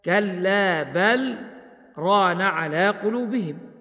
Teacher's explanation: له أيضا السكت على لام بل سكتة لطيفة بدون تنفس، والسكت يمنع الإدغام هكذا كلا بل ران على قلوبهم.